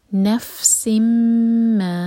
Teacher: فا پر ہمس ہوگی، پھونک کے ساتھ پڑھیں گے، سانس جاری ہونی چاہیے